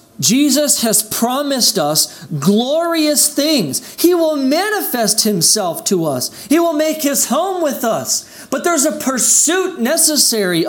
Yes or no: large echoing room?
yes